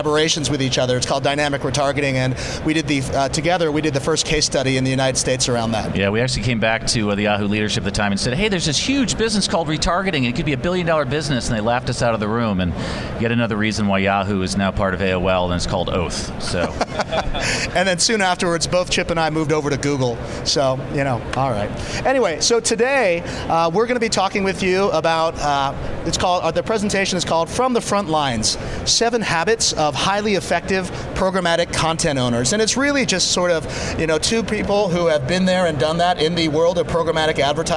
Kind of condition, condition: setting, busy venue